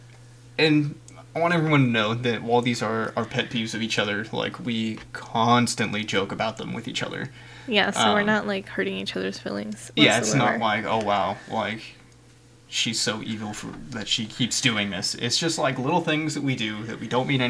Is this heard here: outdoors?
no